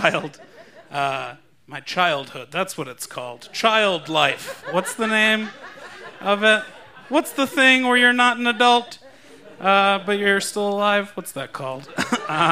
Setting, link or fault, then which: setting, live audience